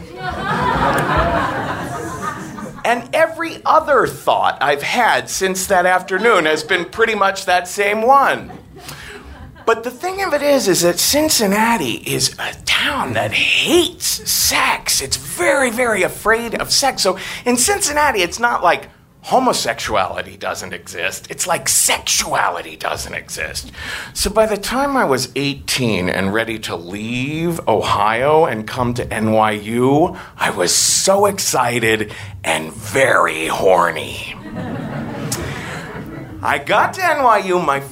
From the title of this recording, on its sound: Live From NYC Podfest 2014